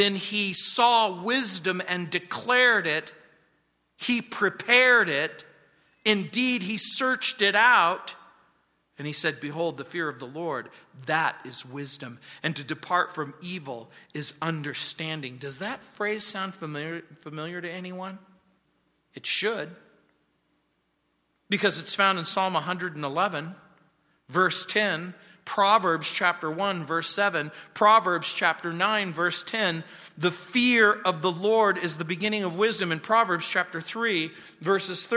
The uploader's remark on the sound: On Wednesday nights. At Calvary South Denver in Littleton CO.